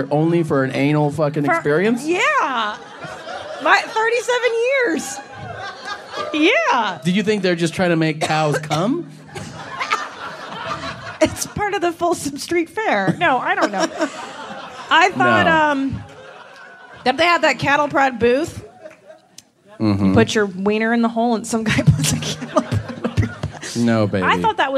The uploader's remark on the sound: It's LIVE from San Francisco (Man Frandisco).